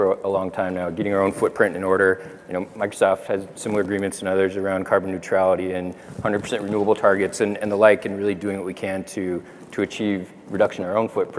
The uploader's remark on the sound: The best of live interviews from GreenBiz events.